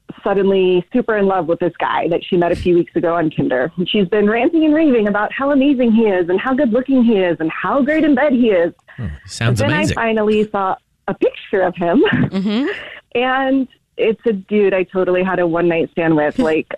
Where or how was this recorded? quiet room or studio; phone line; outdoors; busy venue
phone line